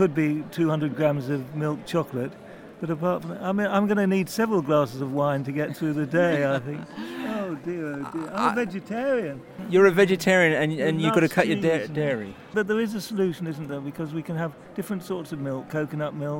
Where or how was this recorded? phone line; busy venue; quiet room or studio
busy venue